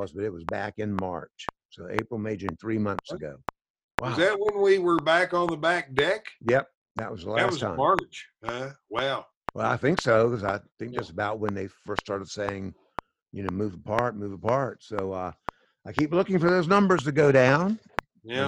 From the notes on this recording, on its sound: Zooming episodes